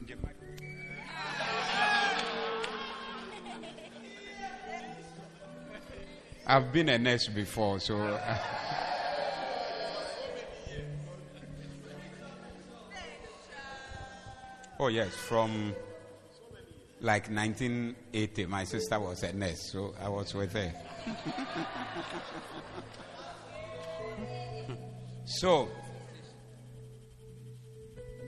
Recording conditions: live audience